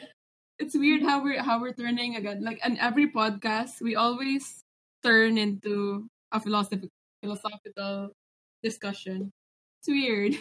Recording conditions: poor sound quality